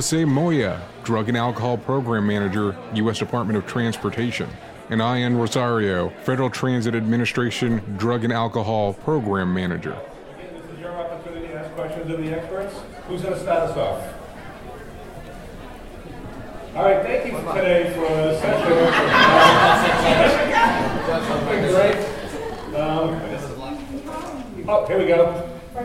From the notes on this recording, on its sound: We are still at the 13th annual FTA Drug and Alcohol National Conference.